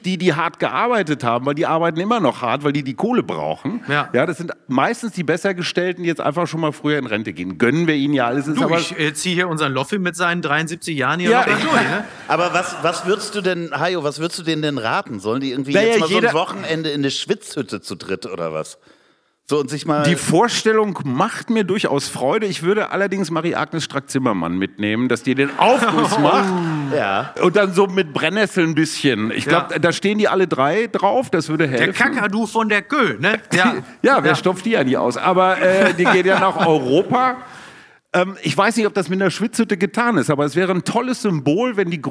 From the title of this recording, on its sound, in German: Live aus Hannover